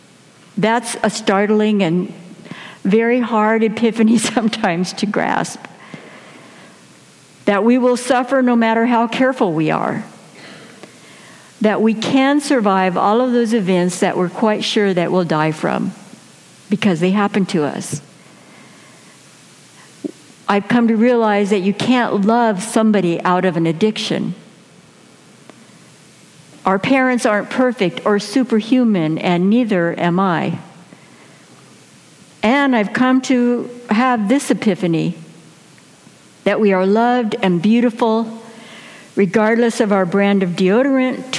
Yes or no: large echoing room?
yes